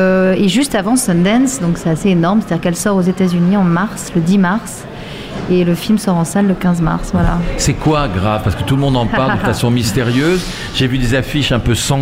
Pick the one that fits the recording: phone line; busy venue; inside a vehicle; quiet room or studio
busy venue